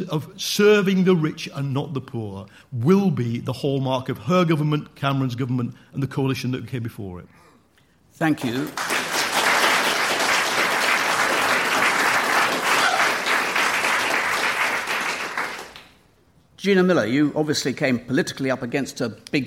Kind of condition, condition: setting, live audience